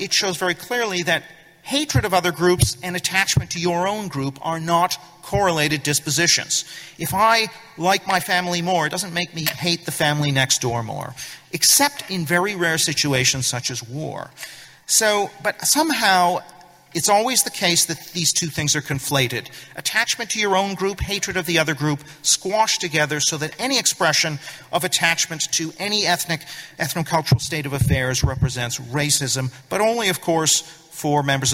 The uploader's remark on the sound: Speech at New Culture Forum Conference